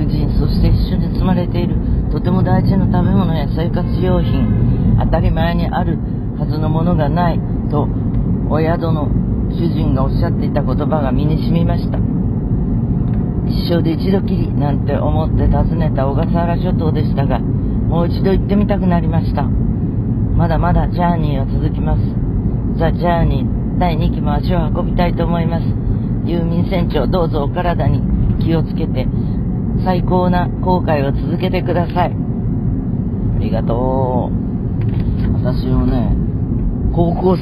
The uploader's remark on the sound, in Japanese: 全国アリーナツアー【The Journey】も第二期に突入！今週は宮城・仙台から会場に向かう車の中からお届けです。